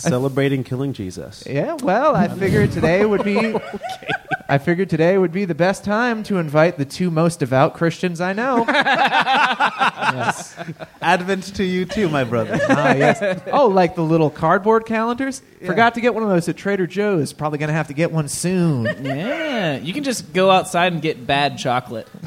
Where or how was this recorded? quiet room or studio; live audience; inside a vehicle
live audience